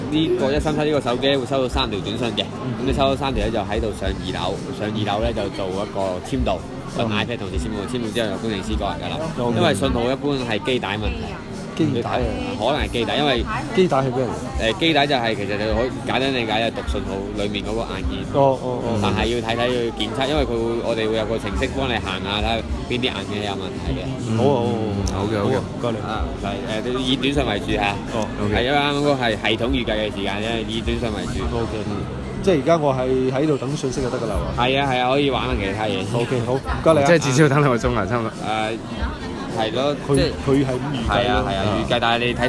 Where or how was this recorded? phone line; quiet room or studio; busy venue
busy venue